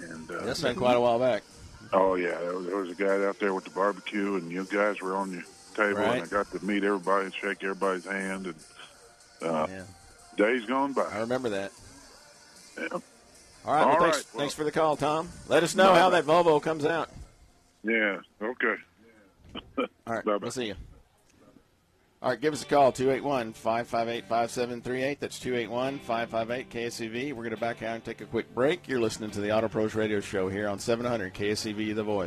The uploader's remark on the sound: Live remote at the First Annual Car Show at the Magnolia First Baptist Church.